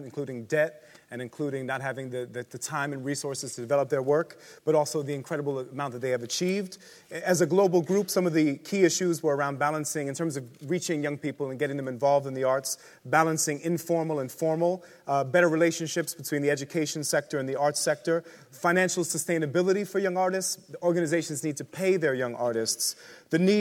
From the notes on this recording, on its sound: State of the Arts 2012 conference. This podcast features highlights from the day long conference. It took place at The Lowry in Salford.